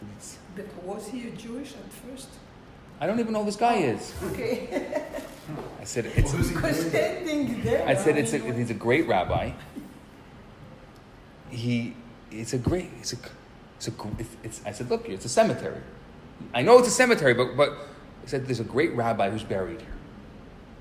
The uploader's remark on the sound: Recorded Live at Rohr Chabad NDG on February 21, 2019.